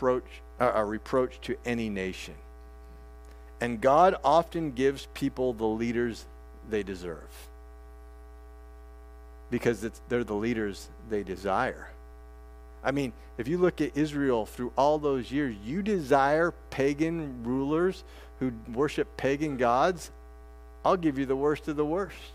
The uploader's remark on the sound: This sermon preached at First Artesia CRC